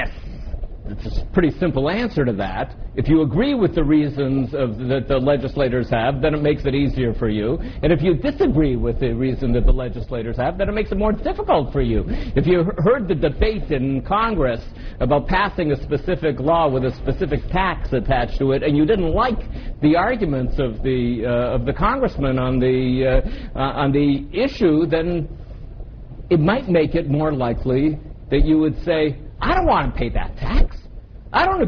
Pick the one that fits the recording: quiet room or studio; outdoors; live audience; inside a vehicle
live audience